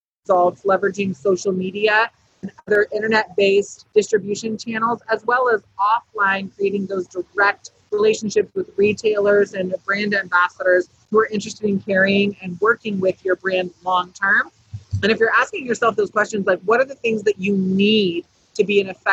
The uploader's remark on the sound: live from MJBizCon 2019 in Las Vegas, Nevada